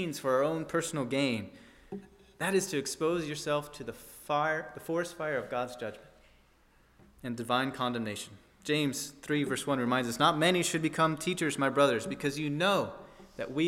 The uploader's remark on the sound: at First Baptist Church in Delphi, Indiana